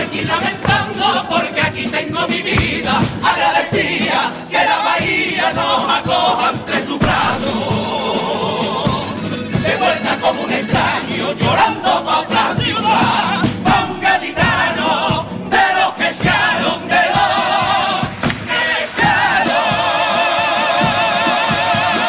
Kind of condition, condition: setting, live audience